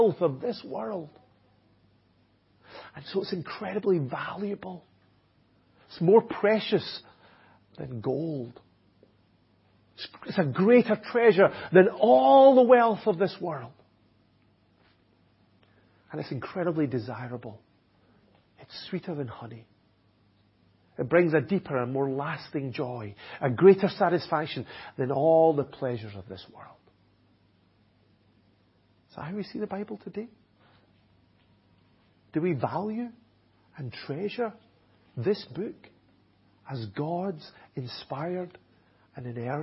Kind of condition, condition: setting, large echoing room